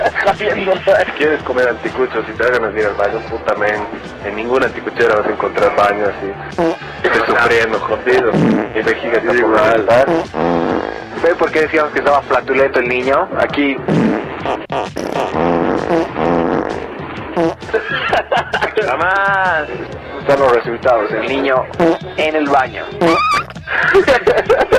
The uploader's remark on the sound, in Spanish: ¿El audio sigue pobre verdad? Salimos al frente con un micrófono corbatero de PC, ninguna pandilla logrará acallarnos.